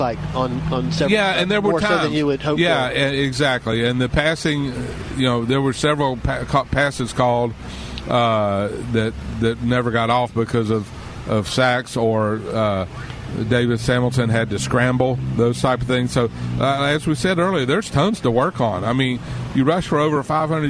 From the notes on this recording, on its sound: Live From Porkies BBQ.